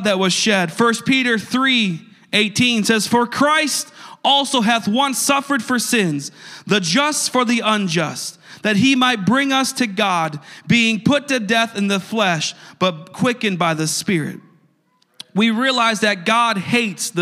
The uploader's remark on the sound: a service recording from Connect Point UPC